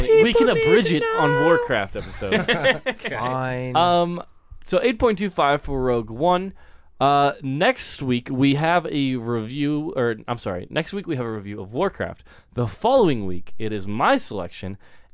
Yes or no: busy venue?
no